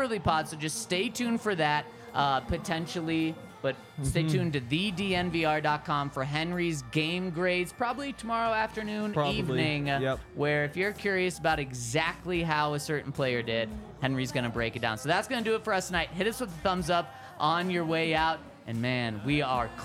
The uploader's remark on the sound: coming to you LIVE from the DNVR Bar